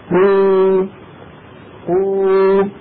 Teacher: وكذلك الأمر بالنسبة للضمة، فلو نطقنا قافا مضمومة نقول قو قو، فإذا مططنا الصوت بهذه الضمة قو قو يتولد واو · Term: إشباع صوت الضمة